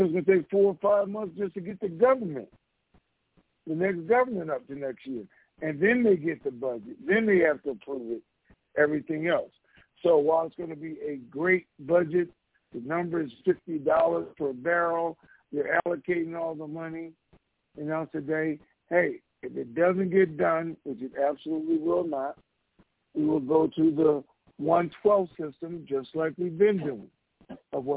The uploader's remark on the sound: TNTSuperfantastic Conference Call